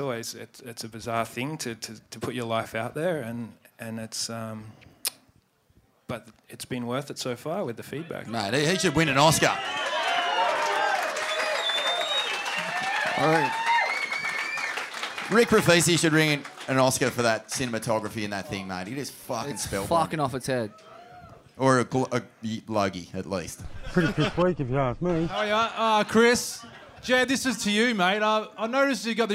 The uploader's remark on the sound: Live from the Indian Ocean Hotel Scarborough in Perth! We revisit a classic night at the Indy.